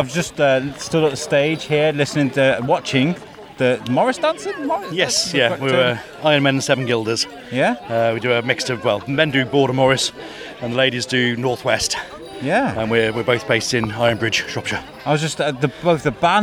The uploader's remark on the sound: Shrewsbury Folk Festival 2021. Had the privilege of walking around with a mic for the day. The aim was to try and sample the festival via a podcast.